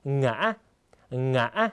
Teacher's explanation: เสียงสูงขึ้นแล้วก็กักเสียงที่ตรงกลางนะครับ